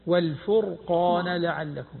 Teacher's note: لاحظ الراء، لاحظ الراء لا تقلقليها، والفرقان فخم الراء دون قلقلة